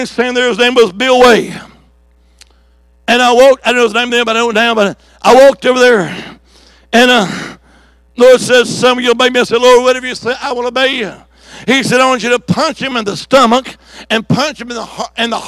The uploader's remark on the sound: On June 25th, 2023 at Shady Oaks Assembly of God. Monday evening service.